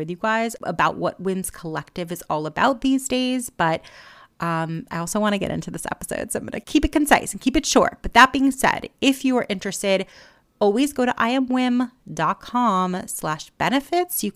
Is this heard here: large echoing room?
no